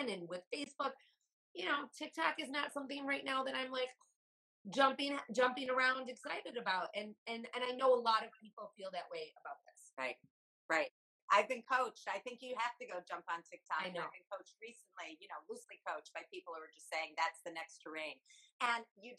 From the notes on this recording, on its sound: the sound is not the best